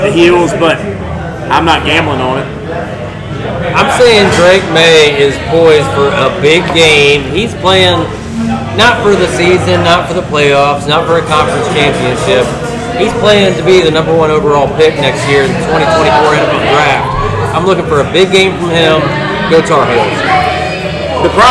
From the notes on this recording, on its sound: Neighborhood friends who get together weekly at the Neighborhood Watering hole MJ’s Grill in Columbia SC with some brews and a microphone.